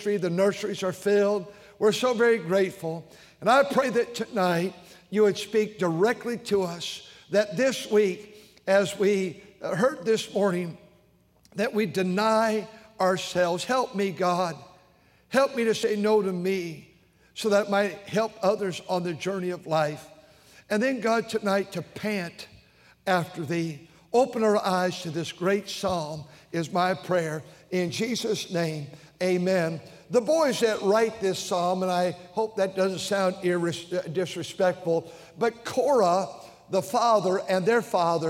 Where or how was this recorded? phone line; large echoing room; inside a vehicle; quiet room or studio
large echoing room